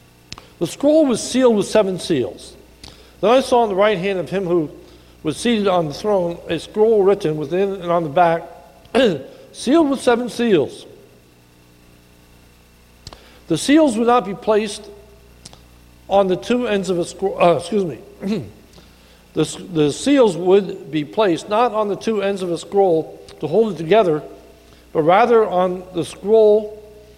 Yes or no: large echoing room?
yes